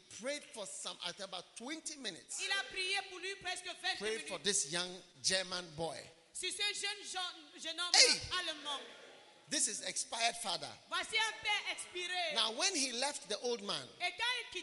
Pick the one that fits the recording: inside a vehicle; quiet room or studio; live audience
live audience